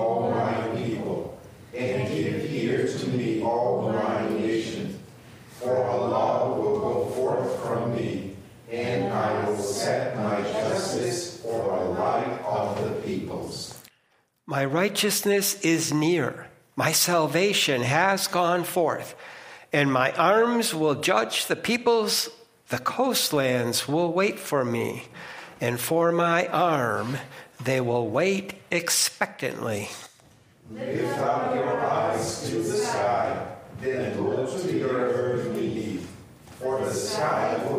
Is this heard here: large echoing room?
yes